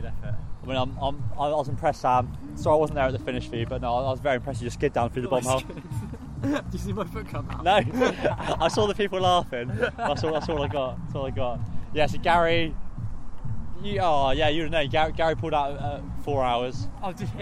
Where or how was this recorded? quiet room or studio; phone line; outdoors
outdoors